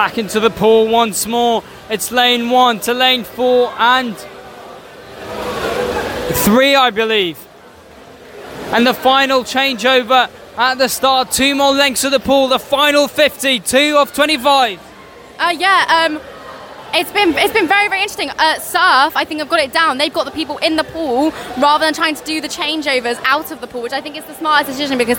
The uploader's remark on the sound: Welcome to St Sidwell's Point and welcome to live coverage of the Ultimate Swim Off - a Movember charity event involving six aquatic clubs: Swimming, Canoe, Surf, Waterpolo, Triathlon and Windiriding! Two-part special commentary.